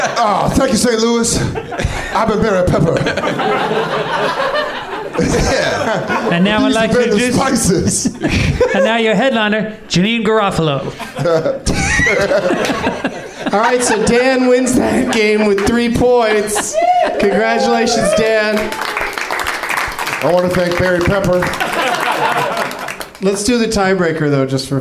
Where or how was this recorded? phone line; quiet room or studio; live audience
live audience